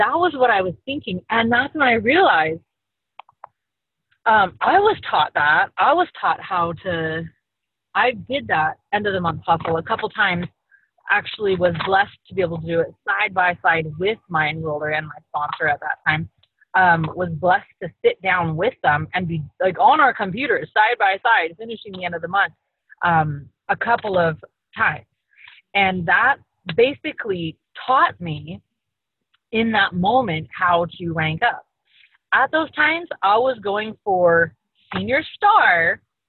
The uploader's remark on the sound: Call from the Car